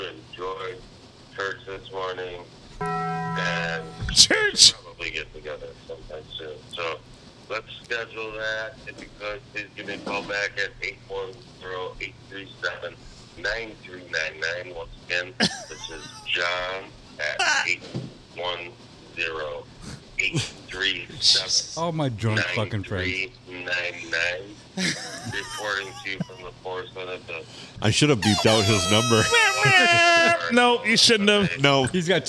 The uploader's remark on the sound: Recorded at the good old STD, Silver Tavern, Deckerville. A big portion of the crew attended this episode as we have all 5 mics and the hot line going.